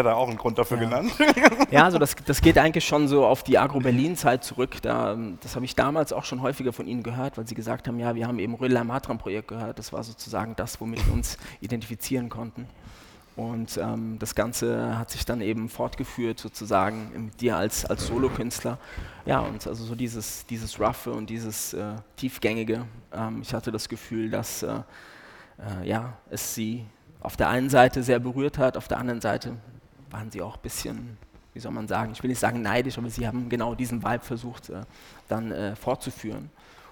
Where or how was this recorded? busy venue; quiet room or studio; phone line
busy venue